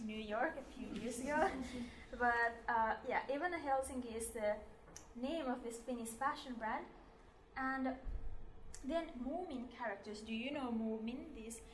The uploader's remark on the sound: This episode is a recording of a public lecture